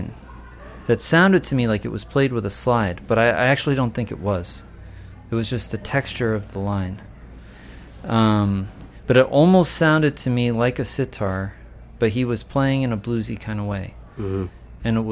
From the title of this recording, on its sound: at the Blue Front Cafe